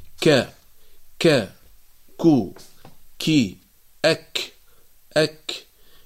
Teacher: فتخرج من أقصى اللسان مع ما يقابله من الحنك الأعلى اللحمي والعظمي، تلك المنطقة الصلبة. فالكاف إذن متقدمة قليلا في مخرجها عن حرف القاف، متقدمة شوية يعني عن حرف القاف من حيث المخرج. · Term: حرف الكاف